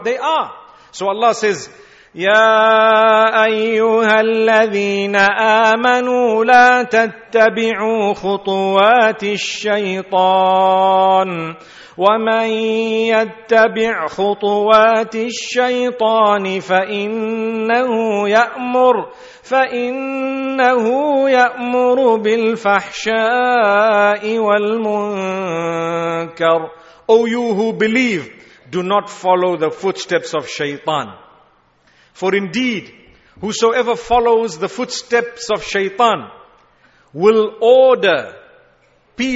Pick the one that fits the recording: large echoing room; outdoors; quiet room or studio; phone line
large echoing room